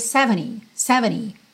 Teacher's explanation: Aqui a gente tem uma pronúncia bem britânica. Porque no inglês americano, esse T final praticamente não apareceria. A gente teria 70, 70.